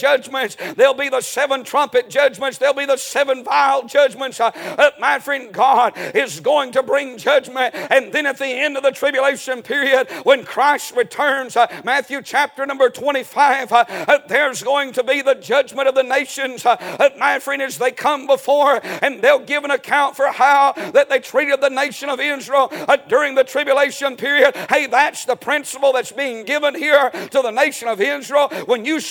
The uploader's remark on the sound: A sermon preached Sunday Evening